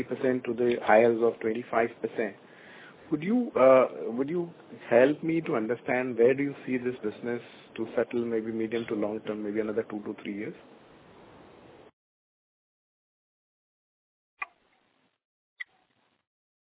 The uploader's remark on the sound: Audio recording of result discussion/conference call for quarter ended September 2021.